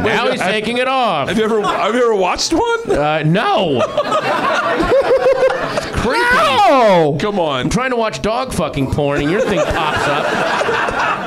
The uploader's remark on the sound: Live from the NerdMelt Showroom in Los Angeles